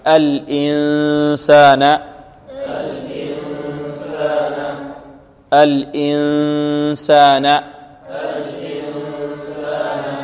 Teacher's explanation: ننطق المخرج الهمزة لمخرج السين، يعني نتهيأ للسين مع غنة تخرج من الخيشوم